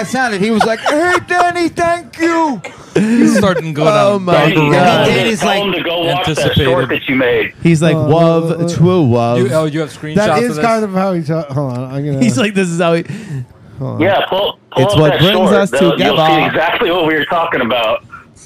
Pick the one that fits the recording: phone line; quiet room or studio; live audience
phone line